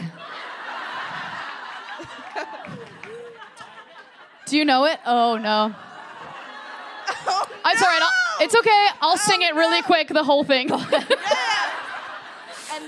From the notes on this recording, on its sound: live in Los Angeles